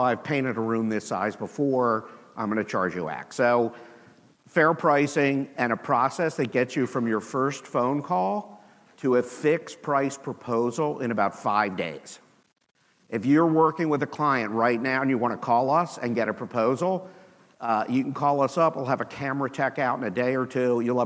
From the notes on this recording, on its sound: with the audience at the HyperFast Sales Summit